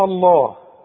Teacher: رقق لي الحه عند الوقف وعند الوصل لانها دائما مرققه